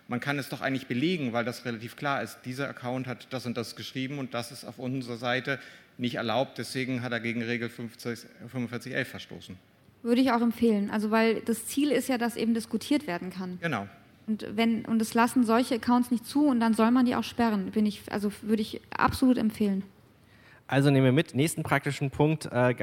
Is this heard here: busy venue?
yes